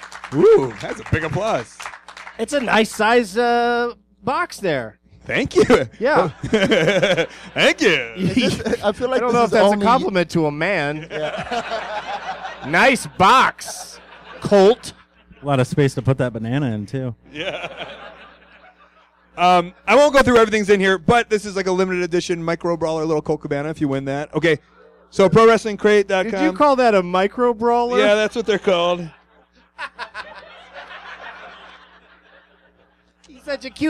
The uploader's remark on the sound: Live from Zanies Comedy Club in Rosemont, IL